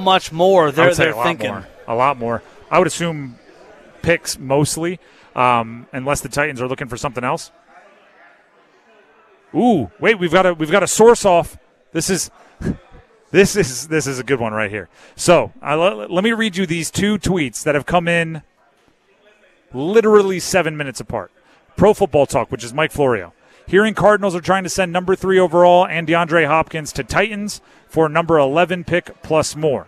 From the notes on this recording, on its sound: Live from Eagles Nest before The Draft Party.